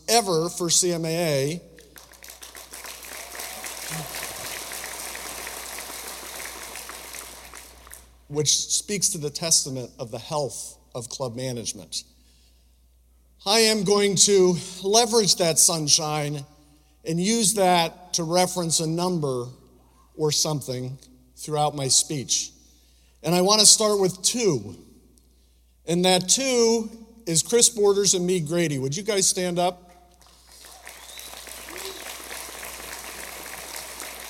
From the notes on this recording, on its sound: speech from the 2023 World Conference and Club Business Expo